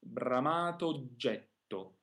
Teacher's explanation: After that, we have a double J sound. So although we have two O's in a row, they'll only sound like one short O because we really need to take that time for the double J sound.